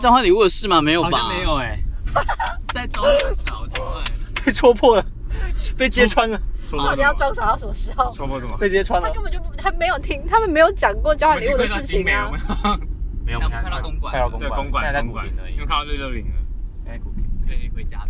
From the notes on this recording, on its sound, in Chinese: 徜徉在高架橋前往林森北路尋歡的我們，一時興起錄製了加碼特別篇，名符其實的在奔馳的轎車上錄製節目。跟著戀愛轎車一起奔馳霓虹燈閃爍的台北街頭。